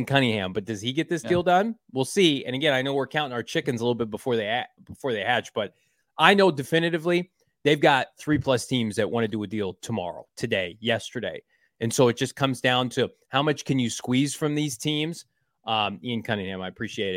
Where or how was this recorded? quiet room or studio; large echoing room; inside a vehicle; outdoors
quiet room or studio